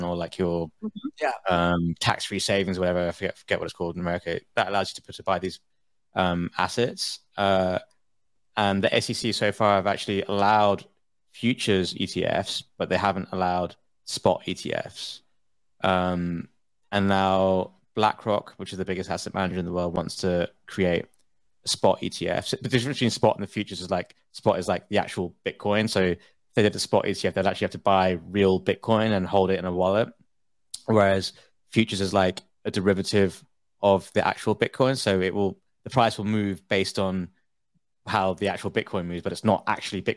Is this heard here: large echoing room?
no